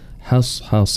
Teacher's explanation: يجب تبيين ترقيق حاء حصحص والحذر من تفخيمها